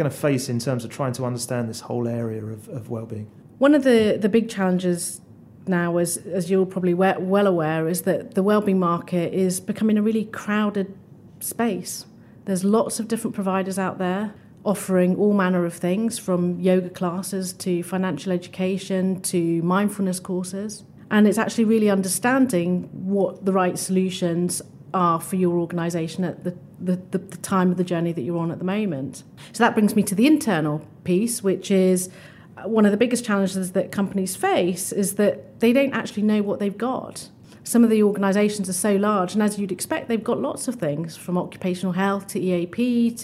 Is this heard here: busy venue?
yes